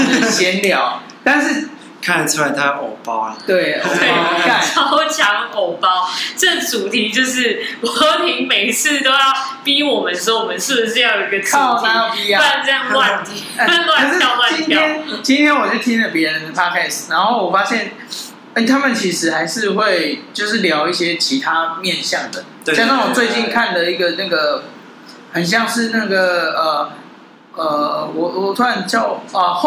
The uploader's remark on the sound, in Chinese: 錄音地點｜ 藍色咖啡館 108台北市萬華區大理街131號